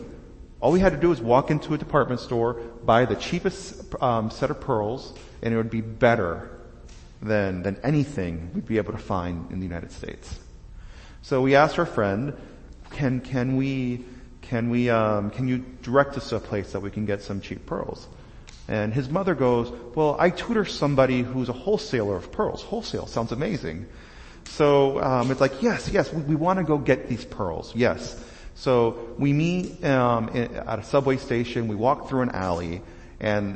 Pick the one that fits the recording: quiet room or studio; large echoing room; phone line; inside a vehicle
large echoing room